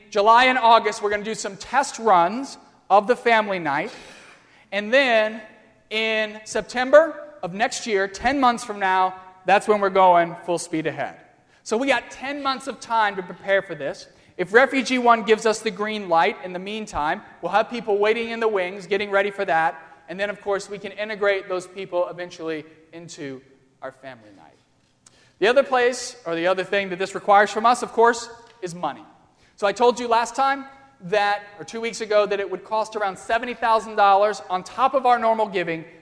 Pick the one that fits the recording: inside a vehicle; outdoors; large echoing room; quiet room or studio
large echoing room